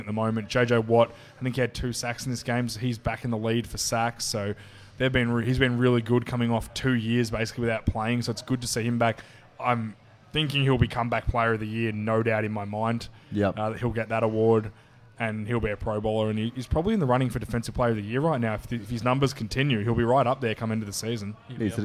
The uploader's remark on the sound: live (at the time) from The Sporting Globe Richmond